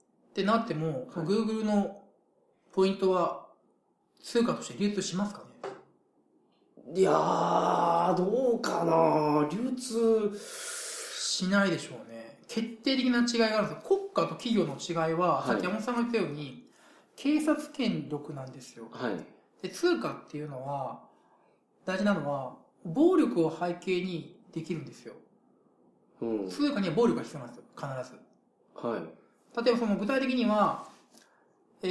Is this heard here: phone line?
no